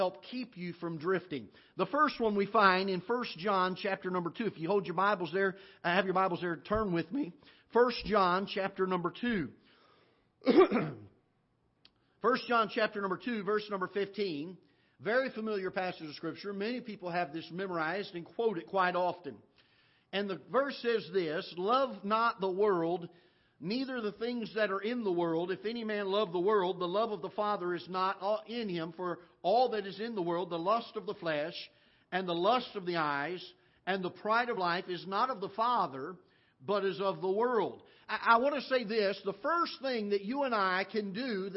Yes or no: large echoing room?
yes